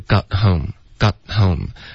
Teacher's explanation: got,结尾呢要有一个干脆的停顿